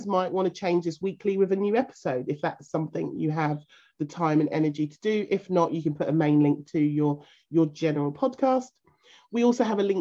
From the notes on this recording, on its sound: This podcast is taken from a live zoom recorded call and there is engagement with our members throughout this call.